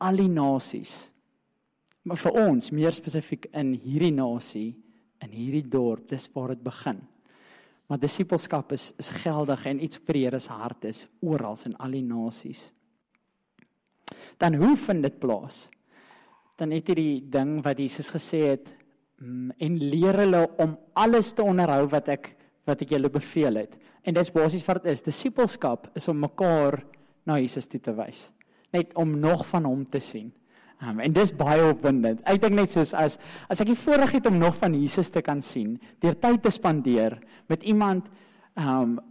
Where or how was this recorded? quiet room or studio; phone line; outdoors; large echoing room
large echoing room